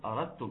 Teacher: الدال اما تيجي وراها تاء بتضغم فيها · Term: ادغام المتجانسين